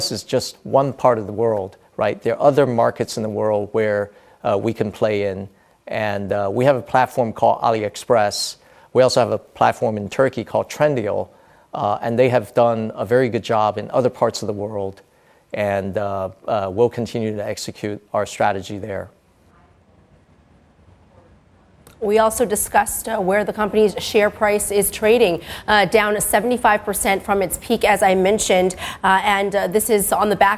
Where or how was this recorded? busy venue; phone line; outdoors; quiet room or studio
busy venue